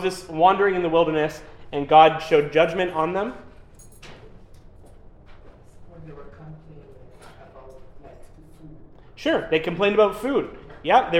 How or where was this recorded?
live audience